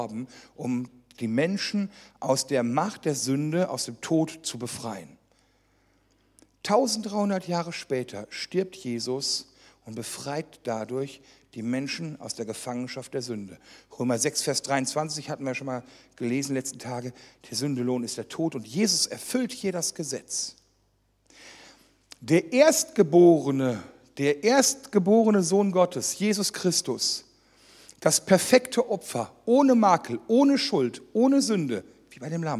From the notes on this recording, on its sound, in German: die während einer Jugendmitarbeiterschulung aufgezeichnet wurde